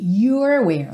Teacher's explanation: Não tem jeito, tem que enrolar a língua duas vezes.